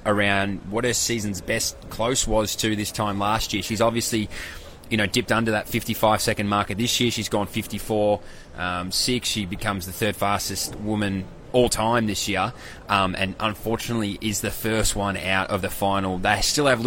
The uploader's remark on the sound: LIVE AT THE WORLD CHAMPS